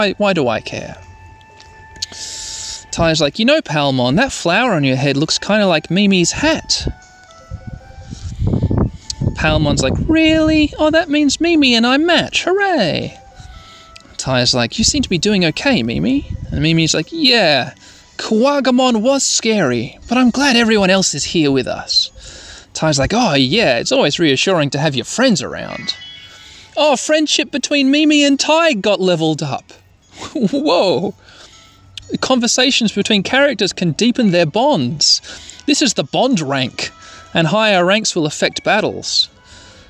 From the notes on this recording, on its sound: Sorry about the wind noises.